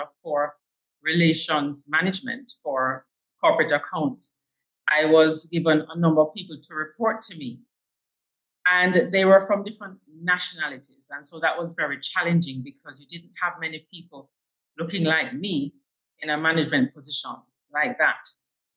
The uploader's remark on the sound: I apologise for this episode's sound quality